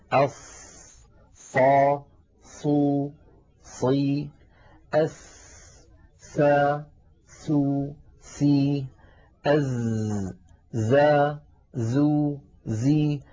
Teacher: خرج لها صوت فيه قوة شبهه العلماء بصوت صفير الطائر وذلك في حرف الصاد وحرف السين وحرف الزاي هذه الثلاثة هكذا